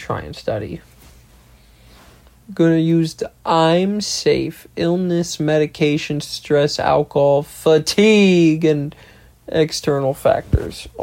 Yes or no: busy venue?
no